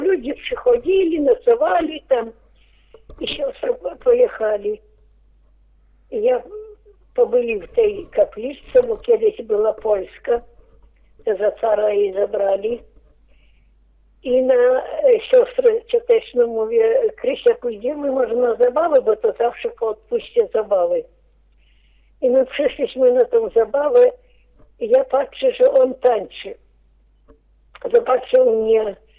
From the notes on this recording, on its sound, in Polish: Rozmowa telefoniczna